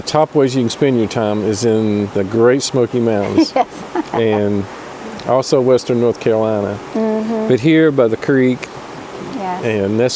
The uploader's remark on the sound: Roamstead Campground Gatlinburg Fireside chat podcast